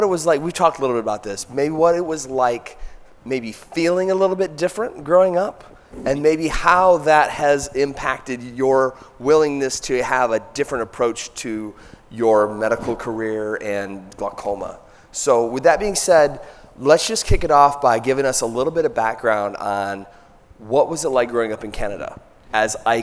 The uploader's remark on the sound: For an on-stage interview at the ME Live meeting in Nashville. In this live recording. While fielding questions from the audience.